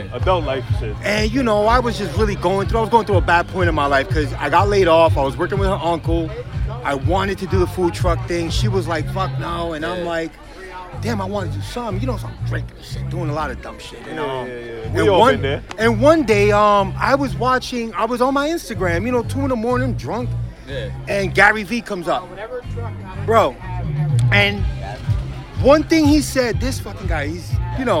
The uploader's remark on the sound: We broadcast live from the NJ Foodie Festival, in Union, New Jersey. We get exclusive interviews with the other vendors.